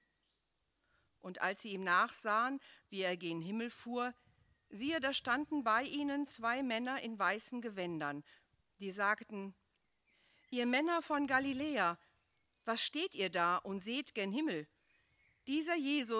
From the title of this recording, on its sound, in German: Gottesdienst Pauluskirche zu Christi Himmelfahrt, 13.5.2021 - Open Air